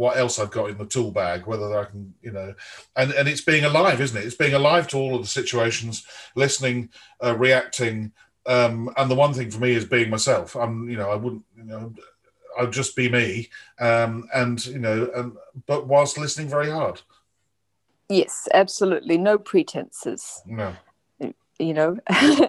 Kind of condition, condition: link, video call